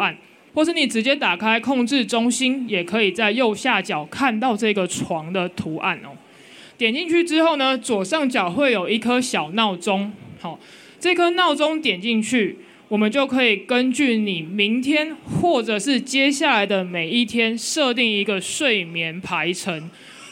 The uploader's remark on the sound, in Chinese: 本集節目為12/2我在Today at Apple的講座活動錄音